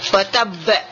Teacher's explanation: Tetapi wa tabba karena dia mempunyai tasdid, berhenti kita di huruf qalqalah yang mempunyai tasdid. Derajat qalqalah di waktu itu adalah paling tinggi sekali, dinamakan akbar. · Term: qalqalah akbar